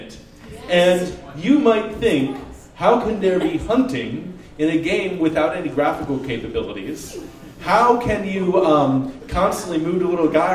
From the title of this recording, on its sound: Live at the Jack London